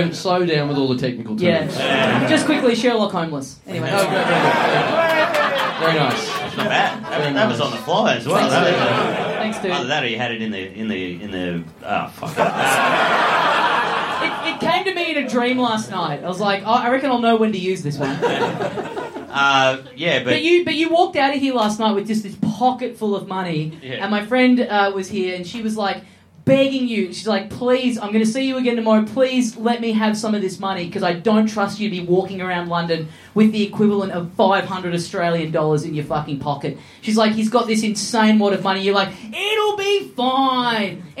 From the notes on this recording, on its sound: SYDNEY! Big live podcast and stand-up show.